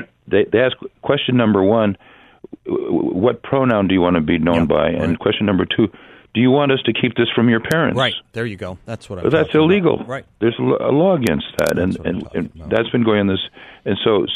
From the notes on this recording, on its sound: joins the show by phone